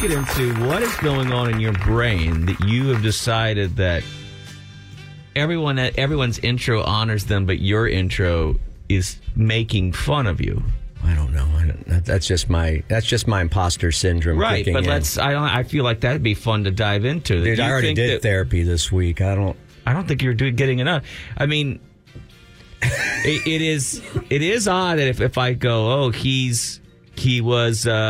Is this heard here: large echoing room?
no